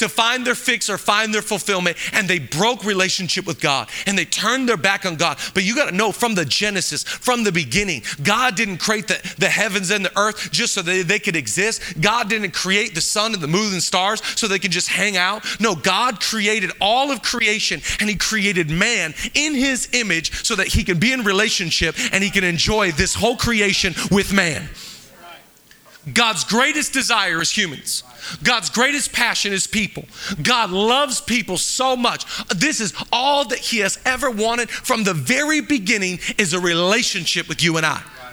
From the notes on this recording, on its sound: Live from El Rey Theater